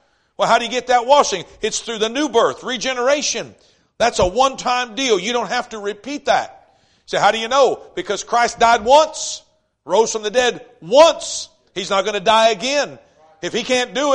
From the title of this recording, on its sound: East River Baptist Church Revival Service